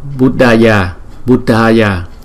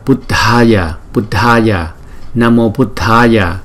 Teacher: cái hơi trong miệng mình phải nhiều hơn là chữ D không · Shown in: second take · Nếu mà chữ D không, chúng ta đọc là Buddhaya, Buddhaya.